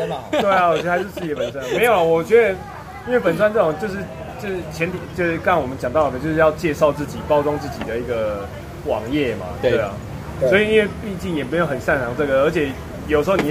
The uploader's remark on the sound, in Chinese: 錄音地點：台南 牽咖啡